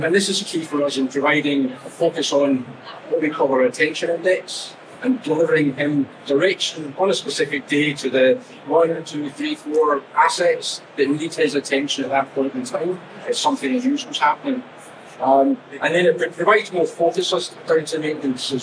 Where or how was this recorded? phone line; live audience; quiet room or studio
live audience